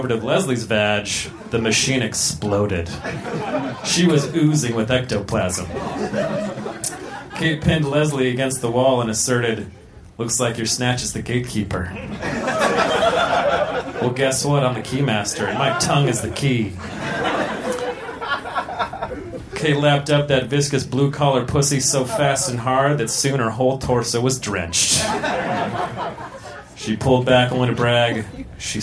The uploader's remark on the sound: Recorded Live at Union Hall in Brooklyn.